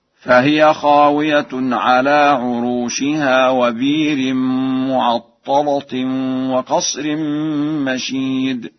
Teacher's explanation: فقد قرأها ورش بإبدال الهمزة وتغليظ اللام هكذا: فهي خاوية على عروشها وبئر معطلة وقصر مشيد.